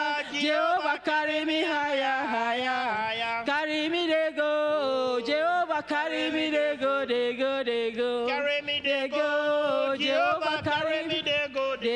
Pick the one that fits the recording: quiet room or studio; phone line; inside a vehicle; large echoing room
large echoing room